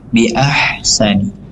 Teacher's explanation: Kemudian di lafaz bi ahsani, ahsani di sini ha ada sifat rokhawah, artinya ada udara yang mengalir